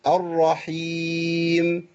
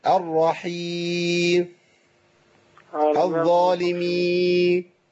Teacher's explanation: خطأ تاني بيقع فيه بعض اخواننا. وعدم نطق الميم والنون خالص. · Shown in: second take